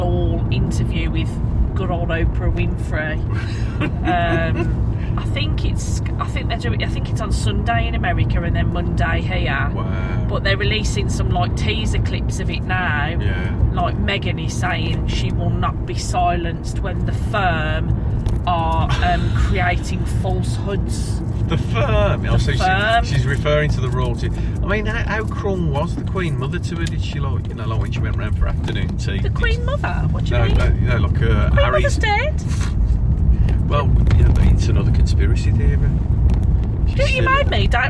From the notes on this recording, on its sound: Mini episodes recorded on the journey home.